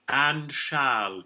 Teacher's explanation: You can do that great special English vowel ah on both words back to back.